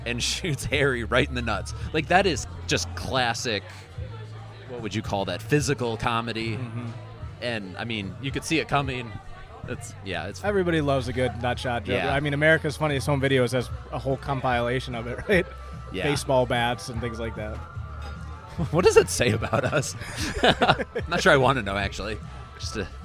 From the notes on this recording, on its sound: Live at Mootz Pizzeria in downtown Detroit for the annual holiday episode.